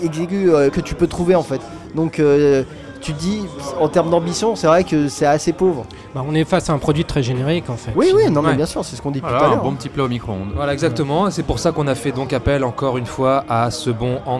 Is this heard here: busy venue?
yes